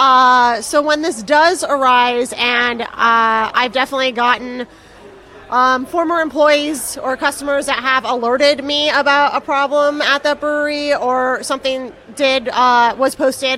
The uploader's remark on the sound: while they were at London Craft Beer Festival this summer